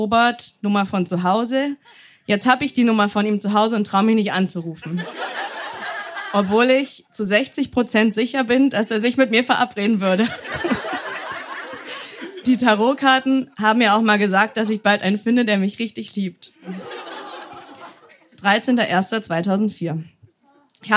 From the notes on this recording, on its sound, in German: Im Kulturhaus Insel der Jugend, Berlin. Heißen Dank an das Kulturhaus Insel, unser tolles Publikum.